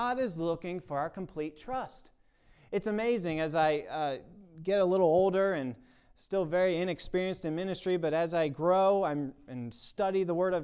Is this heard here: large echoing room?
yes